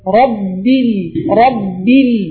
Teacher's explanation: என்ன ஒரு விஷயம், பாவ சொல்லும் பொழுது பாவ பிக்கு வாசியா, பி என்ற இங்கிலீஷ்ல உள்ள ஹர் எழுத்து, அந்த எழுத்துக்கு வாசியா சொல்லாம பாவ தெளிவா சொல்லும். பாவுடைய வெளியாக கூடிய இடம் இந்த ரெண்டு உதடுகளும் சேர்ந்து வெளியாகும்.